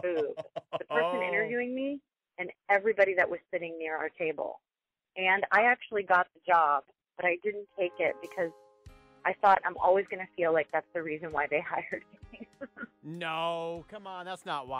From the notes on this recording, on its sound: Listeners call in to share theirs